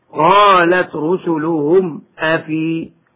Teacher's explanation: يثبت حرف المد وقفا وهو الياء